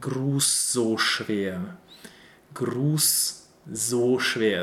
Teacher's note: The Gruß is followed by a voiced S sound. So we have an unvoiced S sound and a voiced S sound.